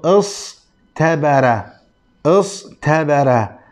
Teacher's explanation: قلبنا التاء طاء، اخترنا الطاء من دون باقي الحروف لأنها متحدة مع التاء في المخرج